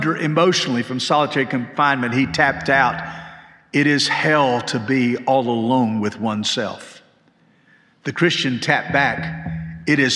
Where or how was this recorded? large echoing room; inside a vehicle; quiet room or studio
large echoing room